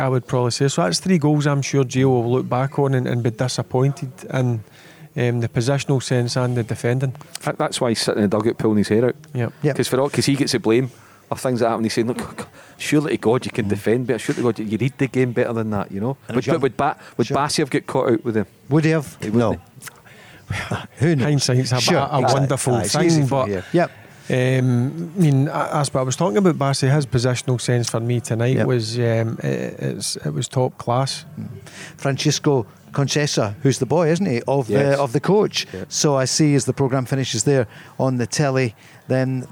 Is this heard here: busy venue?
yes